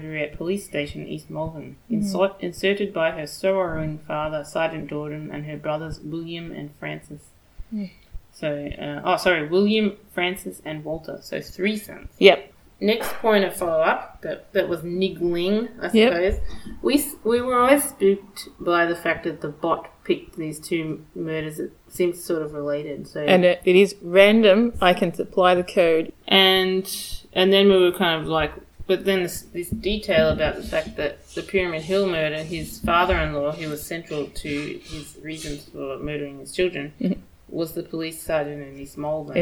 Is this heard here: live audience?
no